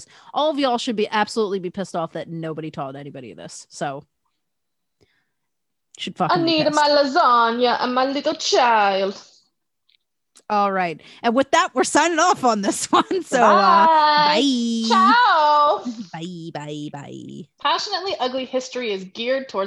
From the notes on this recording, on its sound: This is our first episode recording on Zoom...strangely clearer than my other recordings but be kind, there may be some issues